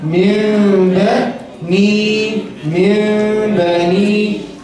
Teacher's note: نون ساكنة مقاربة لميم عند الباء المفتوحة لغن حركتين